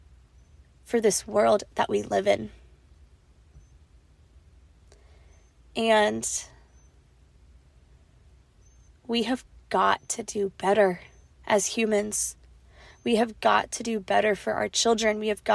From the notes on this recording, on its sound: This episode is unedited, raw, and incredibly vulnerable. Recorded on a voice memo on her iPhone, sitting in her car, in the parking lot outside the school.